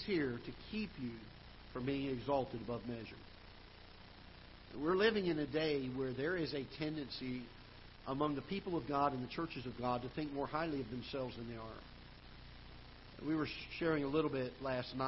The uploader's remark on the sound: Ketha Heights Baptist Church ~ Live Broadcast